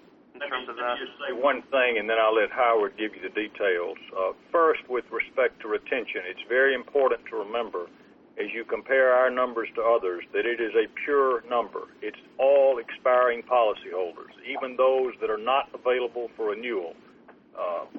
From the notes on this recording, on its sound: ProAssurance Earnings Conference Call